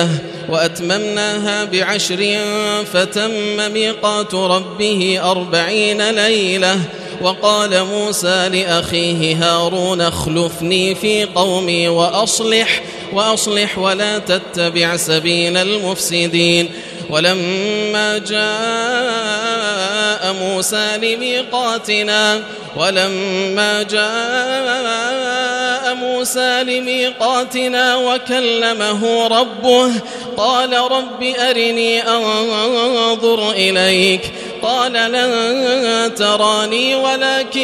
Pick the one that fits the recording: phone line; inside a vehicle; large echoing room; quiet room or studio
large echoing room